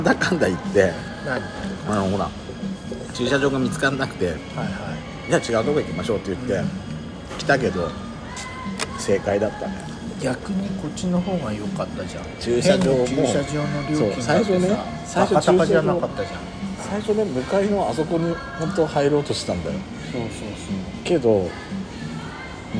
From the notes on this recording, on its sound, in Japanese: 朝からオシャカフェでまったり。久々に仙台市内を散策する予定です。まずはカフェでゆっくりとおしゃべりです。